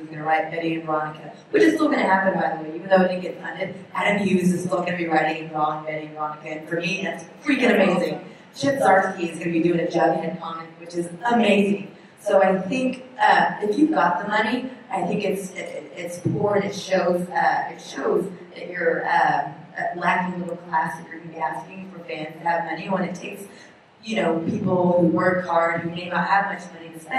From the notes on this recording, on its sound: The Women in Geek Industry panel at Denver Comic Con 2015 was packed and the ladies were center stage!